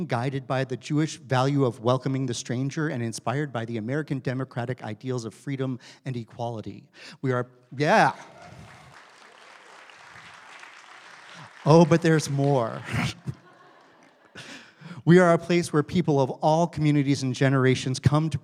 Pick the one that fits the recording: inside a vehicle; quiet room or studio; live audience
live audience